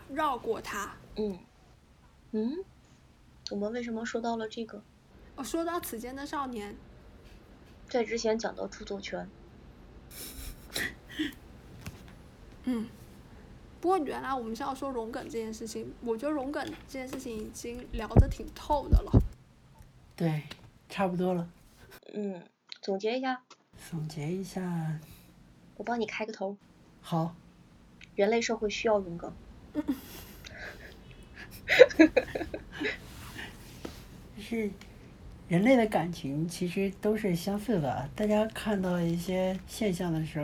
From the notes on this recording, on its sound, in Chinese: 略有杂音